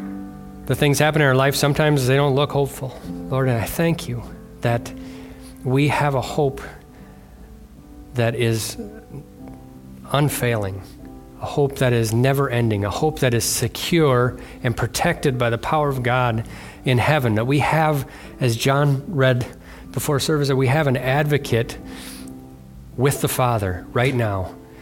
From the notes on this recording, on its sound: was delivered on Sunday, January 28th at Bible Center Church in Maiden Rock, Wisconsin.